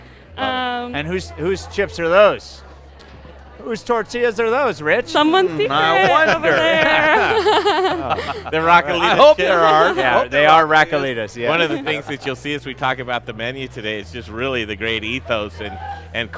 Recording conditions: busy venue